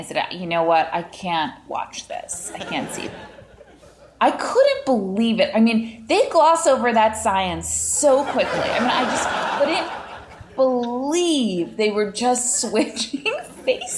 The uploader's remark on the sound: Face/Off LIVE! LIVE from Largo in Los Angeles.